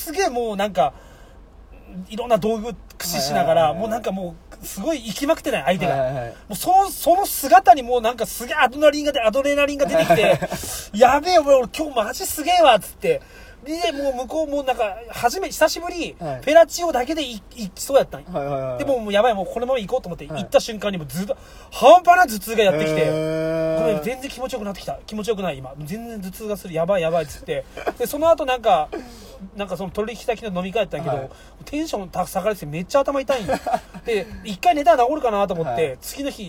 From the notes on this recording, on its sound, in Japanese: 会社の忘年会終わり、一次会でさっと帰ったのち、いつもの営業車の中で酔っ払いトークです。